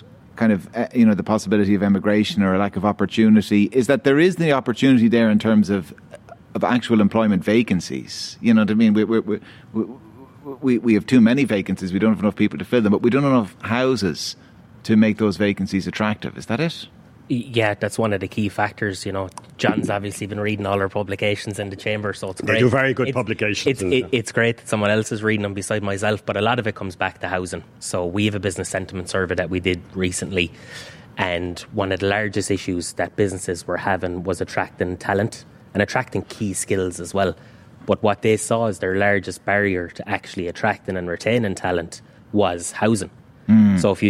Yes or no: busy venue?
yes